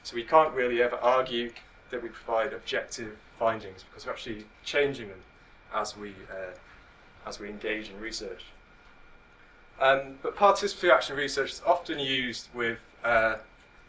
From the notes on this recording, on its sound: speaks at SRHE Student Experience Network Event